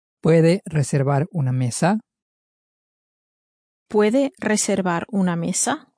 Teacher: Raising the intonation at the end